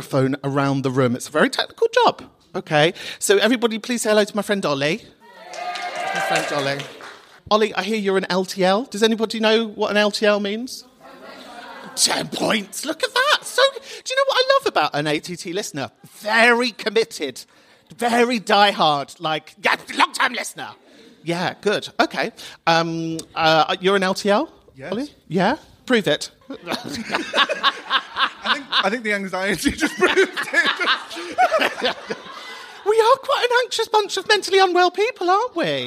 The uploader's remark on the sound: The pub is open for a special live Xmas knees up with the regulars recorded at Camden People's Theatre.